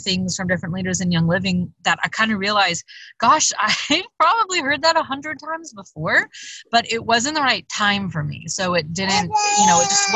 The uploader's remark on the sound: Call from the Car.